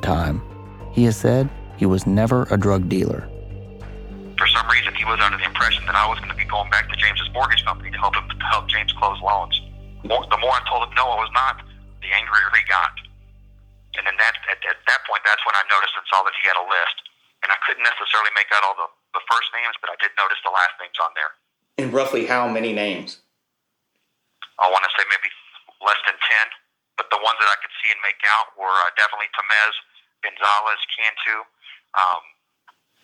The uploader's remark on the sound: Being on Death Row in the Polunsky Unit. You will hear one of the only phone calls.